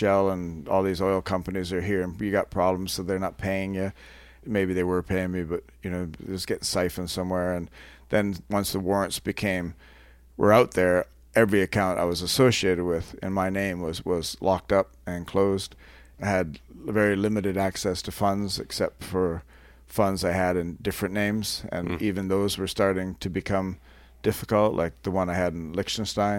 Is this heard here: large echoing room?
no